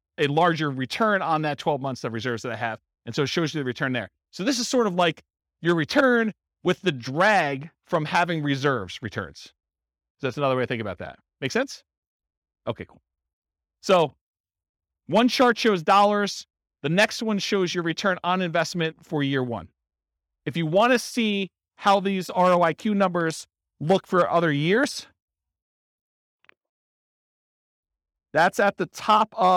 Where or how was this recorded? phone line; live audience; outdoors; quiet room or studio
live audience